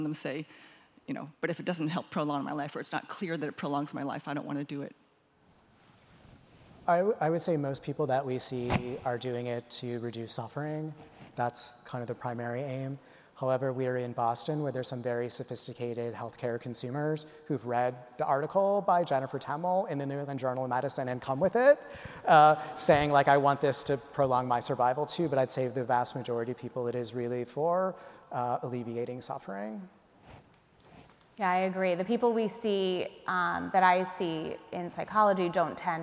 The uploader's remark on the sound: Speak to an audience of reunioning alumni.